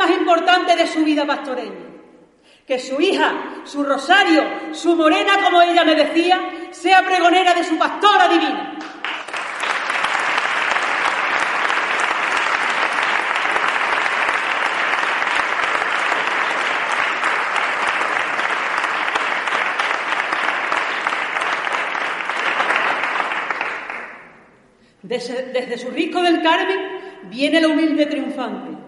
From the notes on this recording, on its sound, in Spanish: AUDIO grabado en DIRECTO. En la Iglesia de El Carmen y emitido en LA RADIO.